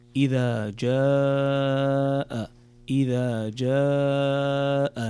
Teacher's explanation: هنا عندنا مد متصل ويسمى المد الواجب ومقداره 4 حركات، فتمده مدا طويلا فتقرأ إذا جاء، إذا جاء نصر الله والفتح.